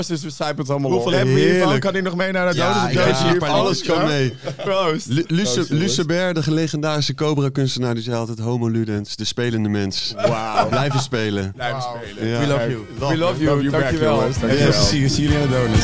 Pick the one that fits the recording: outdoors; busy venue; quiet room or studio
busy venue